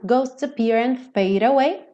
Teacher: o D ele reduziu para rarara e já juntou com away